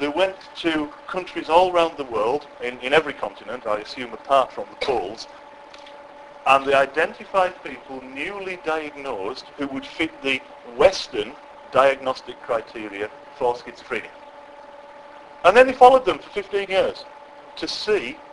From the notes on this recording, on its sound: This is the first part of a lengthy keynote speech I gave to a group of care providers at their conference in Walsall, UK. The remit was to fill 1hr and 45 minutes with a single break which was quite a big ask.